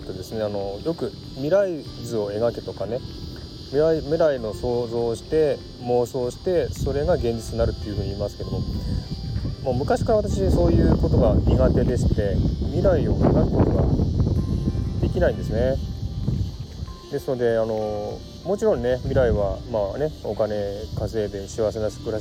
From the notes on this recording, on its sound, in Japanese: 蝉の声、水の音、ボートの音をBGMに収録してみました。オーストラリア #シドニー #生トーク #環境音 #ASMR #入江。Stand.fm。